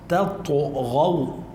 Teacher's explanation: ما بدنا نفخم التاء ولا بدنا نرقق الطاء، نجيب الأولى مرققة والتانية بمخرجها الطبيعي.